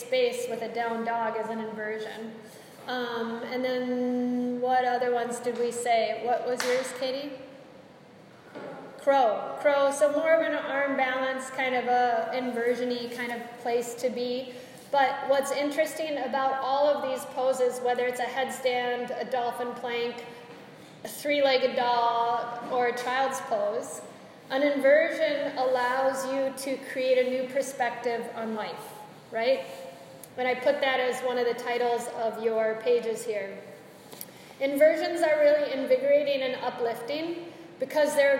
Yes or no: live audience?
yes